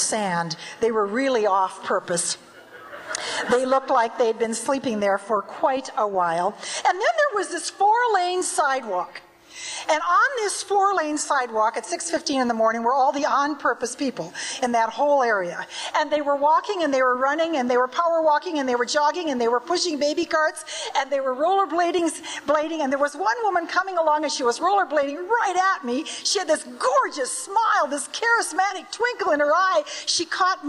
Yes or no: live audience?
yes